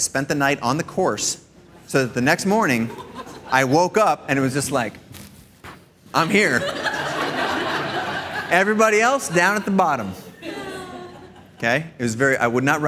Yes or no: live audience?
yes